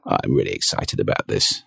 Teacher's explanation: The final register is vocal fry.